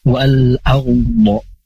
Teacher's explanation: ini huruf O dibaca tafkhim, dibaca tebal. Arbo. Meskipun huruf O ini dia sukun, tetapi karena sebelum huruf O ada huruf yang berharokah fathah atau berharokah dhammah, maka O itu dibaca tebal.